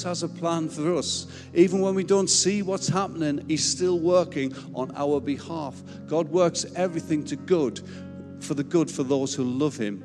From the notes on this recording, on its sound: Recorded live at Life Church Lancashire